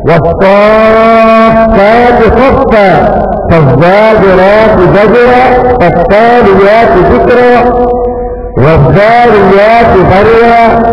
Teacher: قرأ هذه الكلمات بإظهار التاء مع الحرف الذي يأتي بعدها في هذه الكلمات